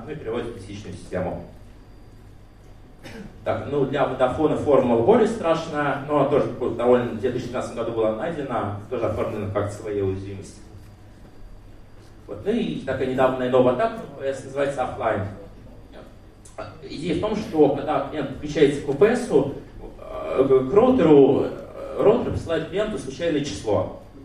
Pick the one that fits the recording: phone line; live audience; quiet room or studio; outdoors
live audience